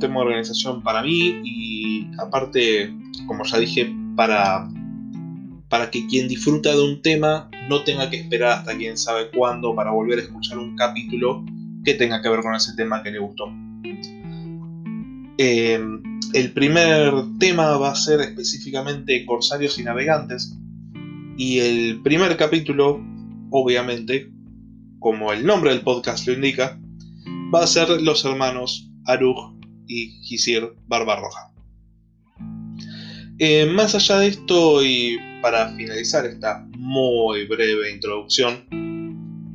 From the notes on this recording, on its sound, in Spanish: La calidad de audio no es la esperada, pero se va a ir mejorando.